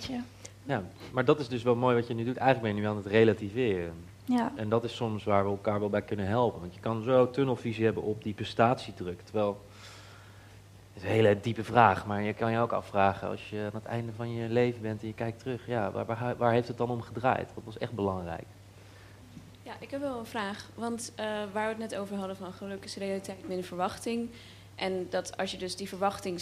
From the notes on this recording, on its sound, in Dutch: Live gespreksprogramma dat op 2 juni 2023 werd opgenomen in de Serre van de Botanische Tuinen in Utrecht. Het maakte onderdeel uit van de Dag van het Uitstelgedrag van het Student Support Centre.